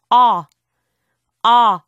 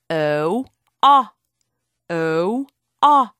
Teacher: 뭔가 아 같기도 하고 오 같기도 하고 약간 이상한 소리죠. 우리말에는 없는 소리예요. · Term: O의 소리